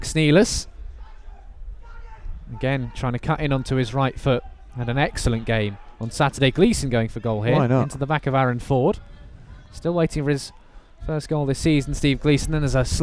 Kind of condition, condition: setting, busy venue